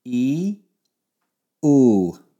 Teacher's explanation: So now you'll notice that your tongue has moved back a little bit when you say ooh.